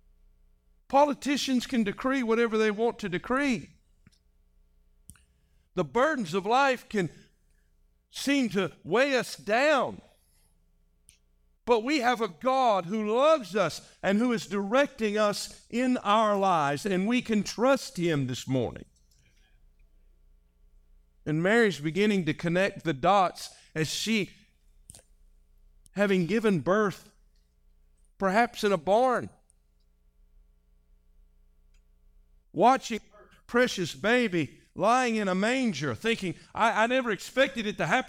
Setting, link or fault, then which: setting, large echoing room